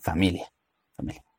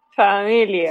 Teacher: se le conoce como una consonante labiodental, puesto que están involucrados tanto el labio como los dientes de arriba · Shown in: first take